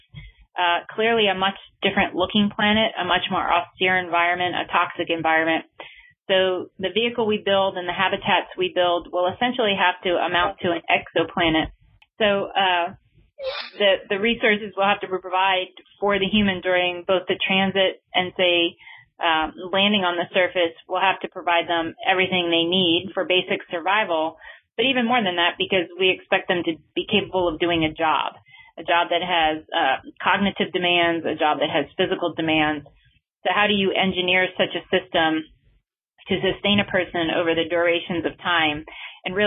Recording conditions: phone line